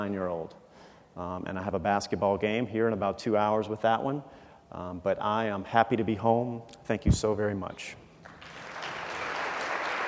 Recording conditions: live audience